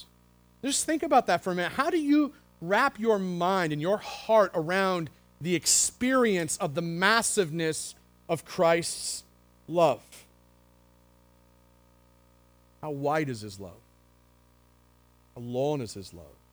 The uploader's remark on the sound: The Well, an Acts 29 and Converge Heartland Church in Hastings, NE